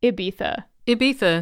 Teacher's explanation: Soft I and then a TH for the Z.